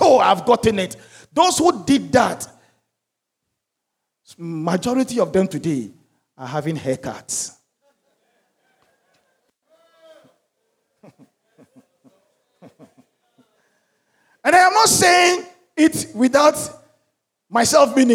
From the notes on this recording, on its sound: Sermon preached at CBC Shiashie Campus